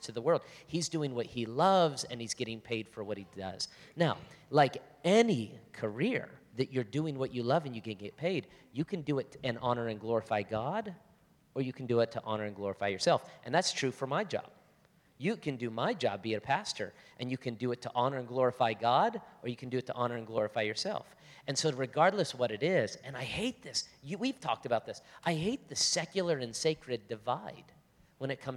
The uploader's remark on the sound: On stage for a live Q&A from the audience. From the Hillside Gathering.